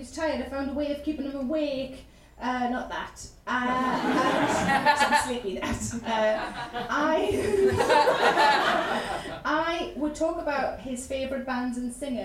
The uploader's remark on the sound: Recorded at Hen & Chickens, London, on September 19, 2017.